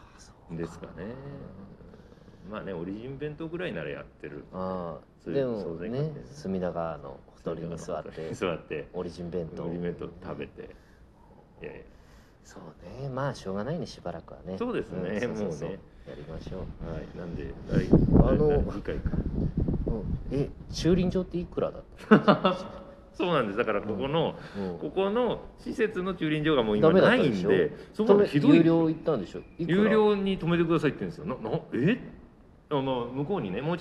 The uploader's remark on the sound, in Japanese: 終演後の立ち話を収録しました。於 両国江戸東京博物館小ホール。